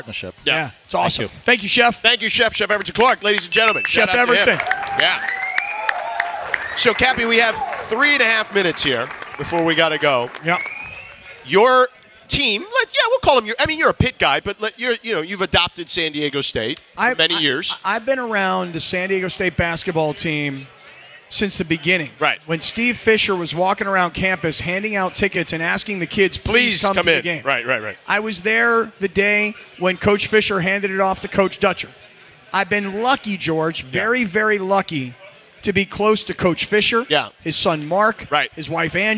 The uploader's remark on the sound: LIVE from Yaamava Resort and Casino